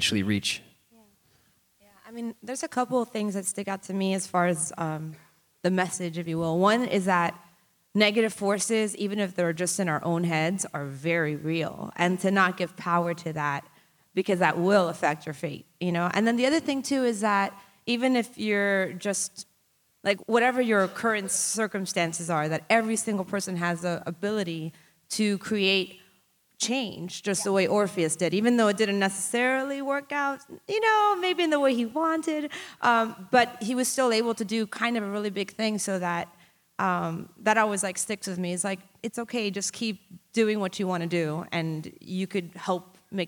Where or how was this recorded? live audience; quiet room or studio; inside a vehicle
live audience